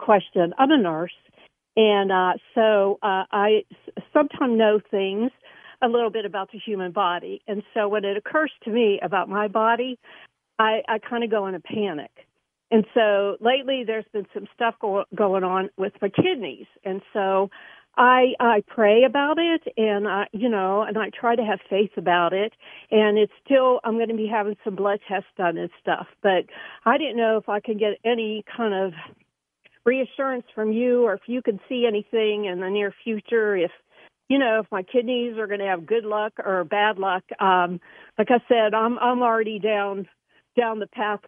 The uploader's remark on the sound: field phone calls from listeners